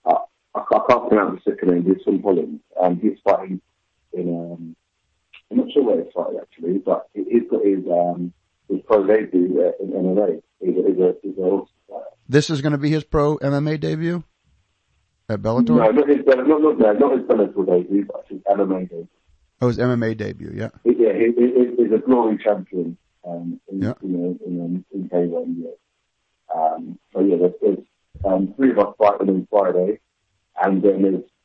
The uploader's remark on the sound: their first phone in interview